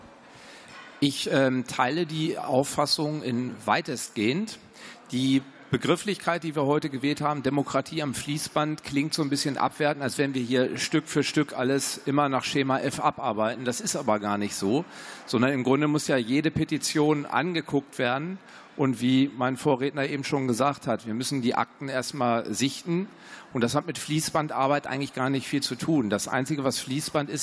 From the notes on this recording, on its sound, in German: Podiumsdiskussion des Petitionsausschusses